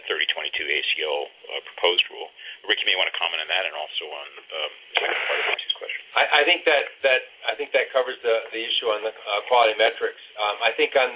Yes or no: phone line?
yes